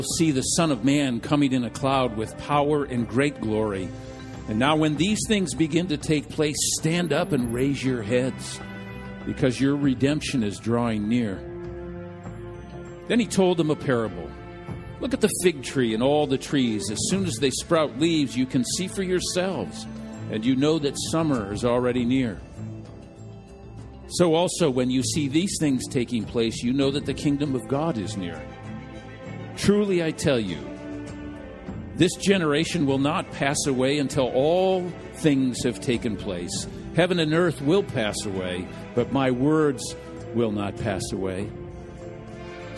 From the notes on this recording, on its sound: This message was delivered during the Contemporary Worship service.